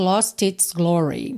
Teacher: o T de lost foi usado para juntar com its